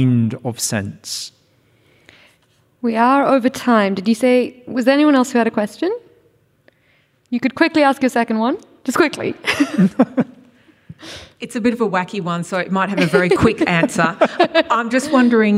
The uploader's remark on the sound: Live at The Capitol for a revelatory conversation. This event was presented in partnership with RMIT Culture. It was recorded on Saturday 14 October 2023 at The Capitol as part of Spring Fling.